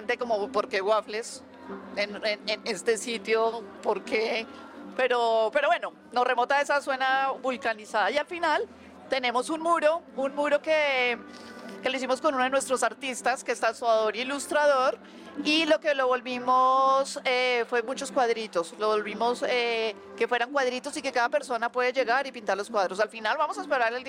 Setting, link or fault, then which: setting, busy venue